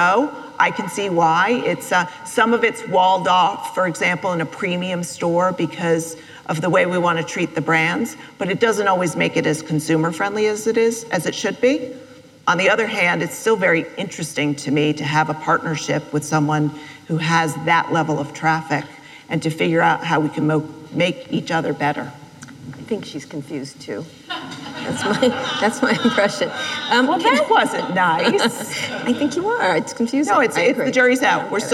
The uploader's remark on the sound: live interview recorded at An Evening With Code Commerce in Las Vegas